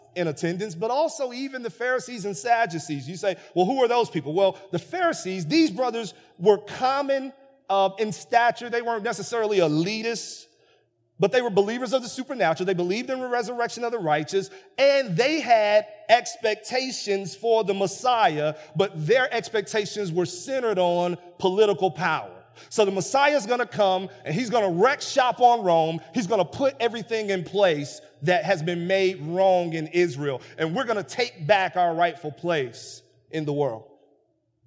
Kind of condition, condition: setting, large echoing room